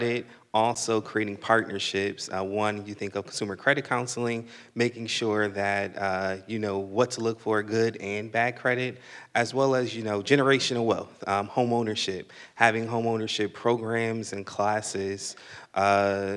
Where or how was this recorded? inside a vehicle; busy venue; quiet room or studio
busy venue